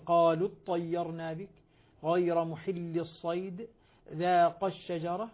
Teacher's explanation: فحذفت الألفات الحروف المد هنا لالتقاء الساكنين